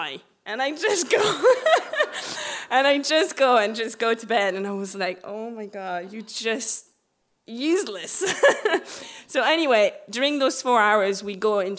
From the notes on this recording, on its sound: shared these gorgeous stories live onstage at The Dublin Story Slam